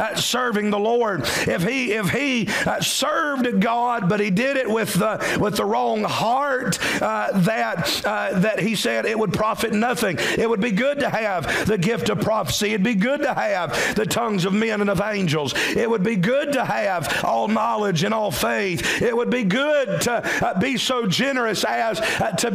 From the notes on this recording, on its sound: during the 11AM service October 8, 2023